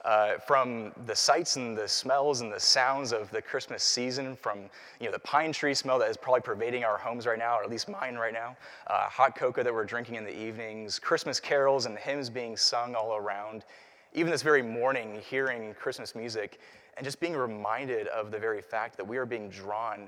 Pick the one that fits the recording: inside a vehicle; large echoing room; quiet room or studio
large echoing room